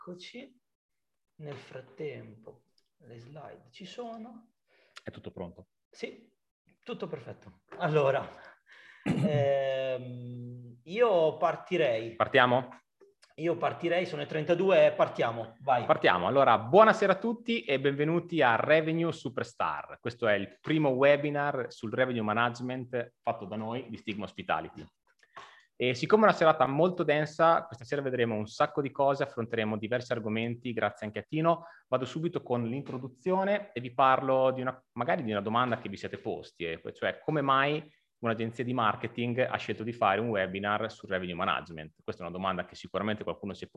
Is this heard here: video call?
yes